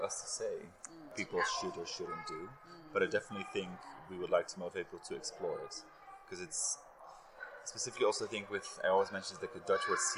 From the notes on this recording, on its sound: Current Obsession at Munich Jewellery Week 2023. A conversation recorded at the buzzing hub.